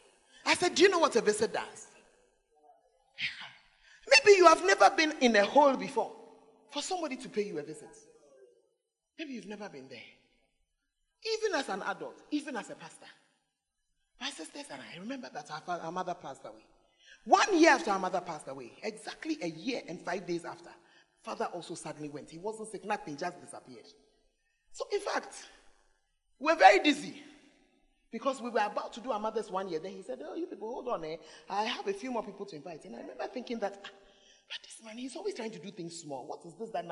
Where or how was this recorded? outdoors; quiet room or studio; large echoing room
large echoing room